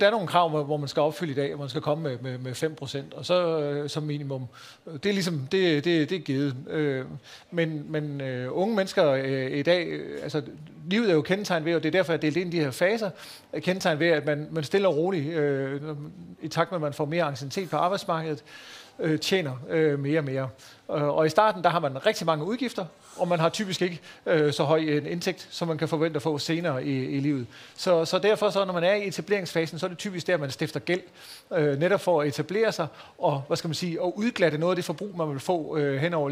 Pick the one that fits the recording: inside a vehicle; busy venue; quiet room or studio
busy venue